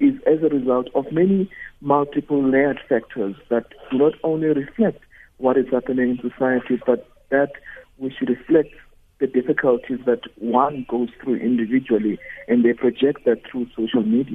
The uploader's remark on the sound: GUEST (phone)